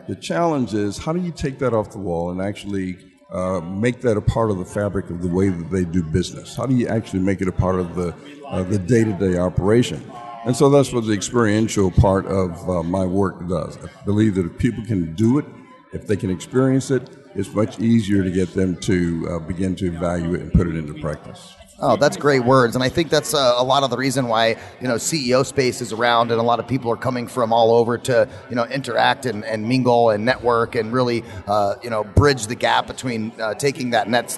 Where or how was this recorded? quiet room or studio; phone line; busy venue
busy venue